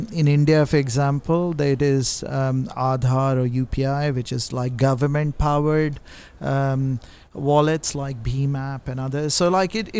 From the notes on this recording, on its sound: This podcast was recorded live at Money 20/20 Europe in Amsterdam.